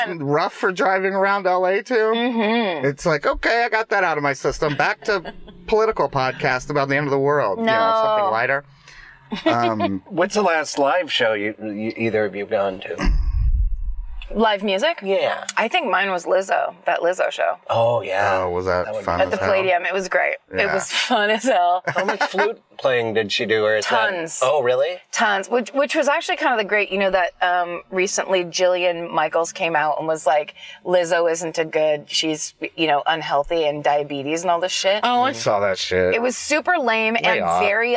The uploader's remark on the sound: In the Car